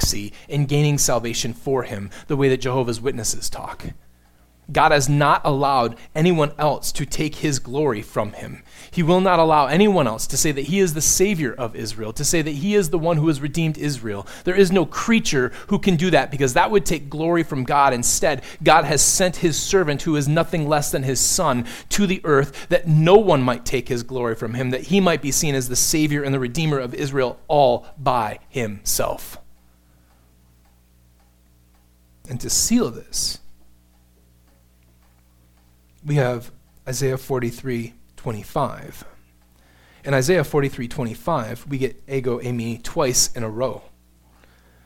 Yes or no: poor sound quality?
no